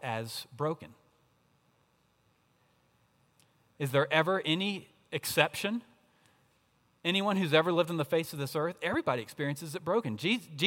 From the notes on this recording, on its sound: At Redeemer Presbyterian Church in Charleston, SC